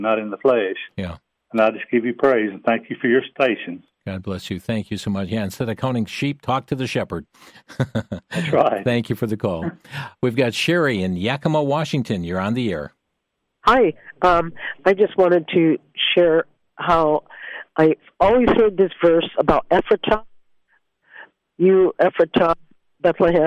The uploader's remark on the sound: Opened the phone lines, encouraging listeners to express their Christmas thoughts.